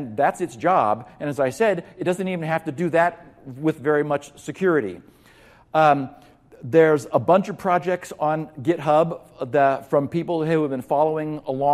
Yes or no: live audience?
yes